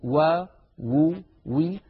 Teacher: وبالنسبة للواو المتحركة نعم إنها من الشفتين، ولكن يصاحب ذلك تذبذب للوترين الصوتيين في الحنجرة